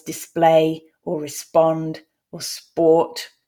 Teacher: p isn't aspirated in sp clusters